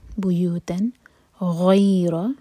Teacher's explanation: بیوتن، تن پر اظہار. بیوتن غیر، غین ہیوی، اس کے بعد یا سے جوڑیں گے تو یہ ہے مدلین. غی را ہیوی، غیر.